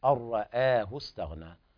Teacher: الراء تفخم لكن الهمزة حكمها الترقيق · Term: ترقيق الهمزة